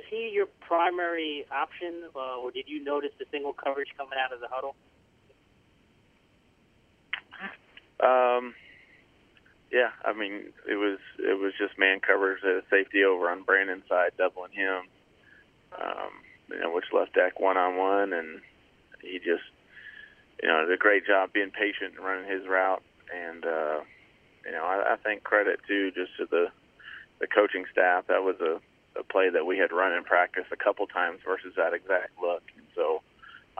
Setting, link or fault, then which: link, phone line